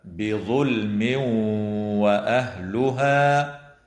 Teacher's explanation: ويدغم التنوين في الواو مع الغنة في قوله تعالى: بظلم وأهلها، مع إظهار اللام الساكنة في كلمة بظلم وتسمى بلام الاسم.